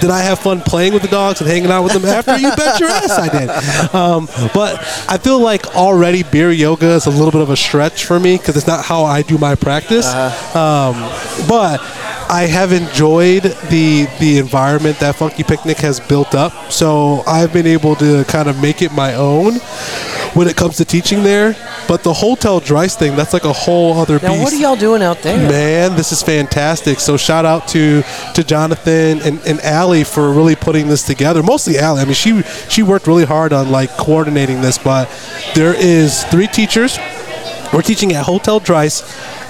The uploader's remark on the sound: Recording from the first Fort Worth Roots Podcast Mixer at Pouring Glory. Thank you all for coming out and recording with us!!!!!!!